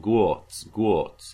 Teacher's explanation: we could have more of an oo beginning, opening to more open